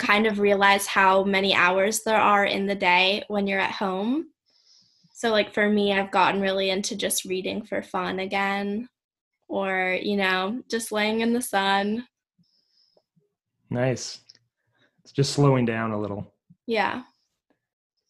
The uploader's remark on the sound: the zoom conversation that I had this week